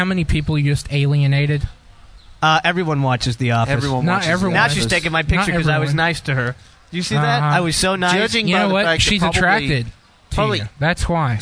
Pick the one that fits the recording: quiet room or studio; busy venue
busy venue